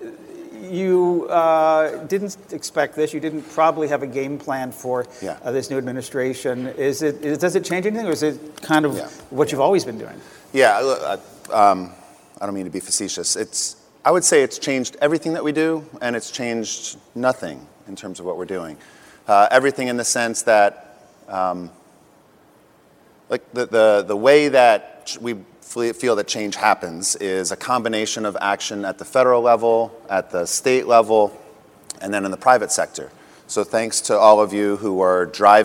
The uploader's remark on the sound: The best of live interviews from GreenBiz events.